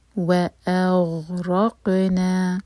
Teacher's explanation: غین ساکن پر جھٹکا نہیں آنا چاہیے اغ ہو جائے گا تو یہ غلط ہو جائے گا تو